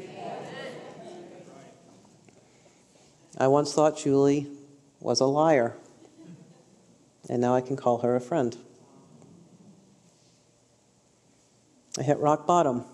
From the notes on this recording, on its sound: A highlight session from this year’s Restore Conference.